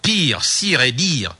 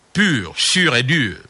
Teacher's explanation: Les adapter à la production du français comme discours se heurte au son U. Ils virent au I. · Shown in: first take